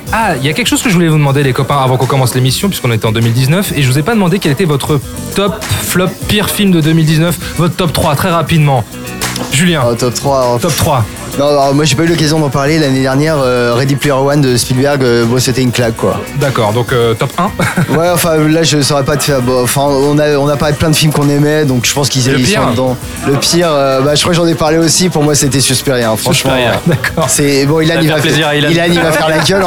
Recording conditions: busy venue